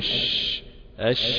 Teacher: فيخرج الهواء منتشرا بين السطحين، سطح اللسان وسطح الحنك، فتنتشر الريح